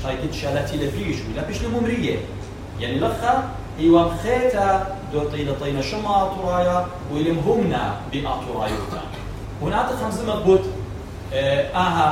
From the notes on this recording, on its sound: at the Hall of Mar Narsai Church of the East in Dohuk-Nohardra